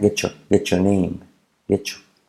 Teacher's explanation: get y la Y se convierte en una J, se unen